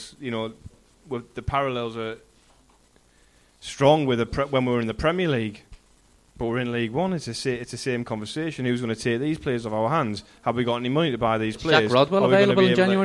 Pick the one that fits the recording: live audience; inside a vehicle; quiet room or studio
live audience